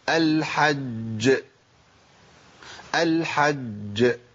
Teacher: المرتبه الاولى هي المشدد الموقوف عليه، خلاص، يبقى المشدد الموقوف عليه ده اعلى مراتب القلقله للجيم